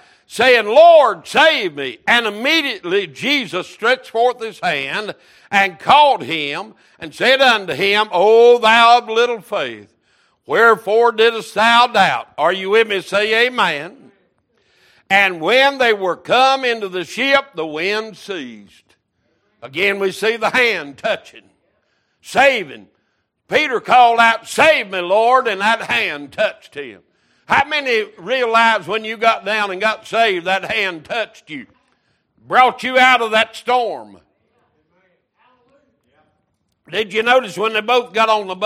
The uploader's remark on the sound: Wednesday Evening Service